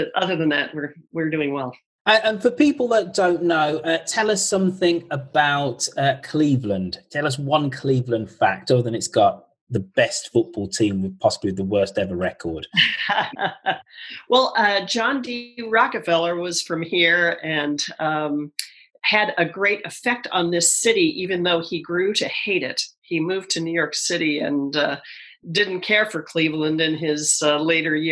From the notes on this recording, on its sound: MC-13 Map Corner "live". Have a Zoom chat. 10 listeners give us their audio postcards.